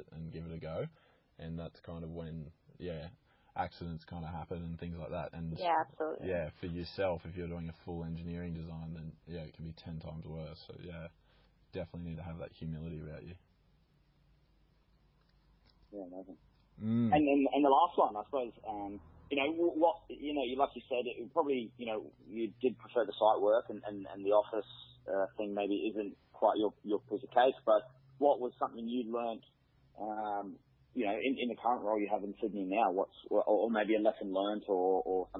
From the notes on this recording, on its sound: In Melbourne. In Sydney and I in Brisbane we all caught up for a quick chat on the phone.